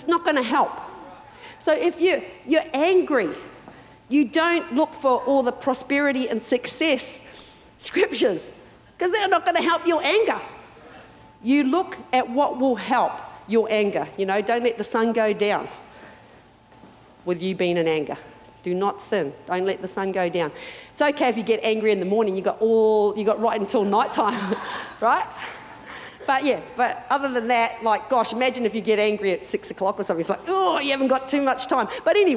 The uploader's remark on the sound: Recorded during our 9am service